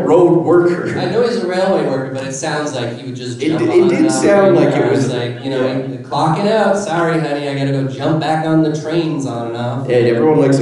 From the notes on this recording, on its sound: Calgary Expo 2023 LIVE. Are live from Calgary.